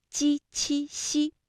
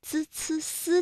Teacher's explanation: 我们在读鸡栖西的时候呢，感觉到是舌的中间在使劲，也就是我们通常所说的舌面，而滋呲丝呢会感觉到是舌尖在用劲 · Term: 部位不同